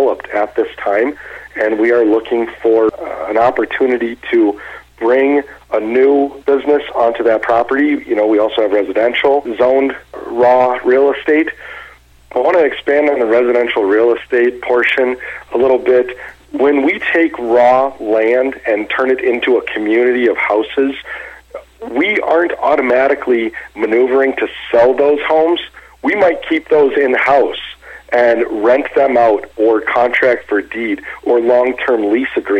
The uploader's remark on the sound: called in to SmallCapVoice